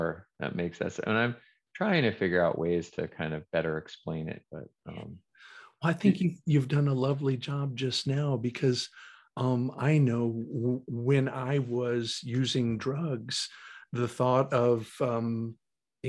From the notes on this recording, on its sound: Recorded 2.8.2022 from Raleigh, NC & Philadelphia, PA on Zoom.